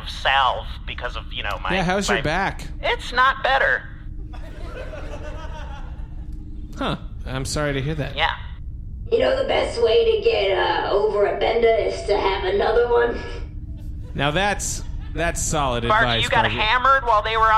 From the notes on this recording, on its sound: Recorded LIVE on 11/19/2017 at the Southern Screen Film Festival in Lafayette, Louisiana!